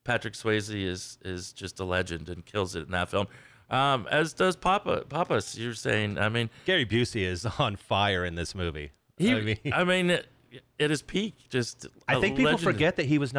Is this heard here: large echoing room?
no